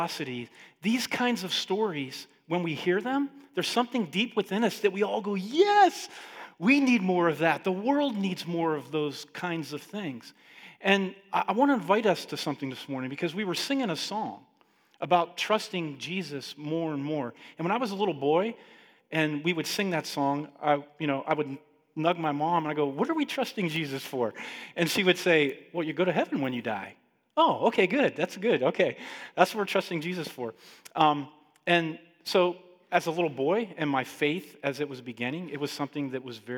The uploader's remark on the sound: Listen along to our live Sunday Teaching